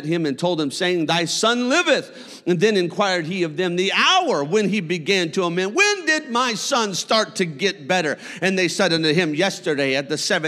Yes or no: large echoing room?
yes